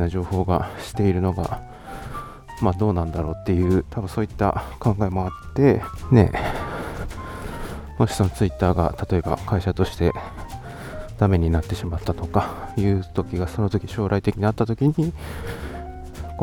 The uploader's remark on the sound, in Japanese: 散歩しながらの収録のため、少々荒めの呼吸音はご容赦ください